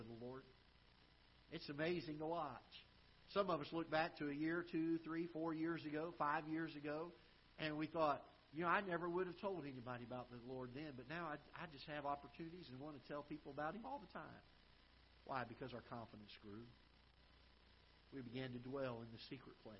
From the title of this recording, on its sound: Ketha Heights Baptist Church ~ Live Broadcast